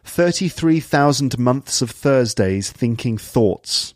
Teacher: TH sounds are pronounced fully, so th and the are pronounced fully and not as f or v.